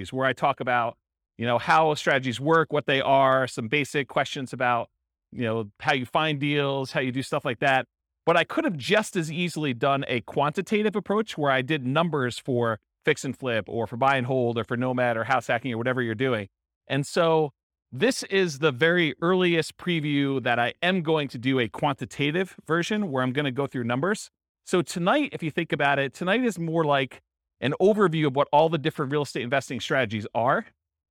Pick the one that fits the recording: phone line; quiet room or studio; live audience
live audience